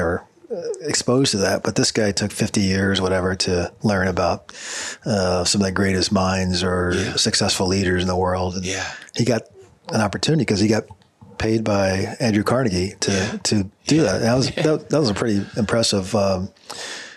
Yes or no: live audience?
no